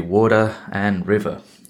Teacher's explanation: people do not talk with that rolling R